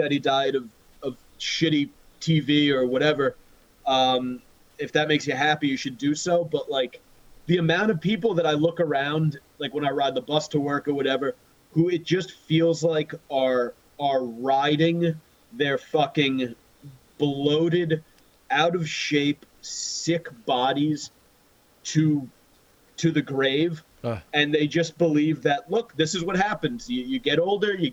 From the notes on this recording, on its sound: Last Zoom? Do what they hope is one of their final zoom shows.